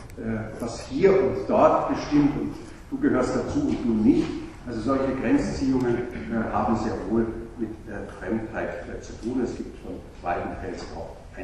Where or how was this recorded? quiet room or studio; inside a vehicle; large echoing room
large echoing room